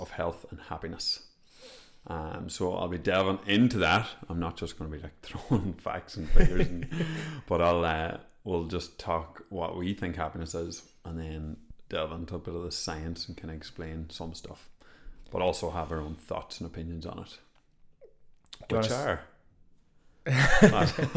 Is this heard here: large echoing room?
no